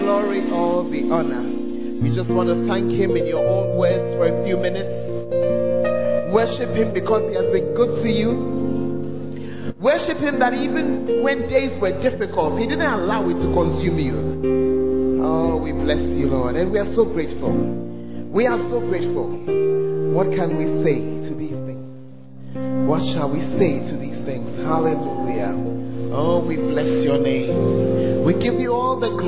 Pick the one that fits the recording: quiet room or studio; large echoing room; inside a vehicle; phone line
large echoing room